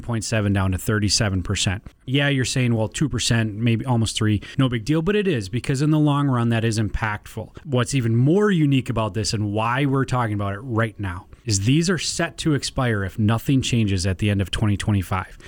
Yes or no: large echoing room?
no